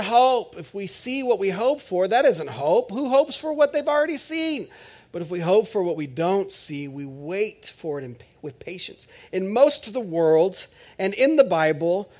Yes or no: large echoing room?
yes